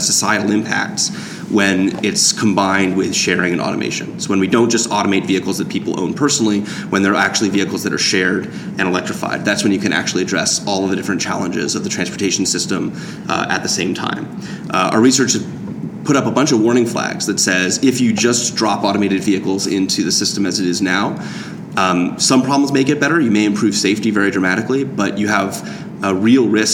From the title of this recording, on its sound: Live from TRB